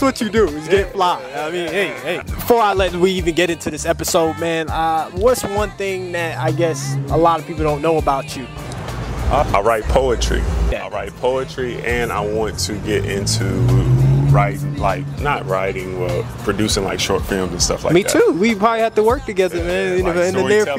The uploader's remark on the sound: Recorded at the vibrant Summit in Lexington, Kentucky